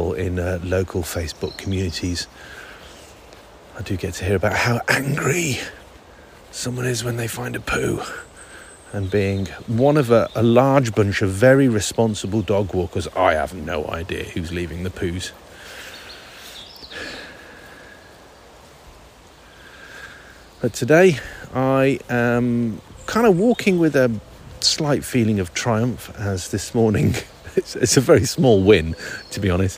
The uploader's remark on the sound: This unedited stream of consciousness was recorded and uploaded using my iPhone. The bird I watched catching fish while recording was in fact a cormorant . I recorded the audio in VRP7 and in the same app converted the audio to MP3 before uploading to iCloud.